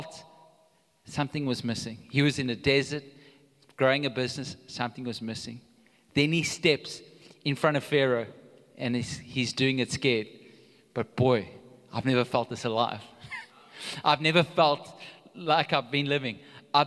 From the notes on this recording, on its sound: Recorded live on Sunday the 25th September 2022